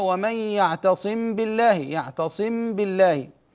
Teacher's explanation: فالإخفاء لا تشديد معه بخلاف الإدغام، مع بقاء الغنة في الحرف الأول أي في الميم